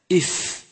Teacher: بطن الشفة مع أطراف الثنايا العليا، من هنا يخرج حرف الفاء